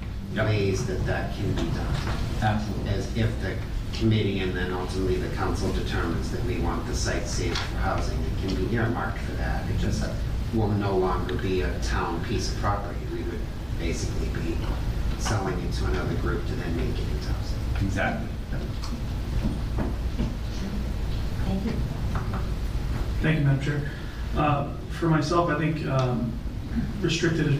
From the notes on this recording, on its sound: This session of the radio show shares the audio for the Davis Thayer Reuse Committee meeting held on Tuesday, August 15, 2023 in the Council Chambers.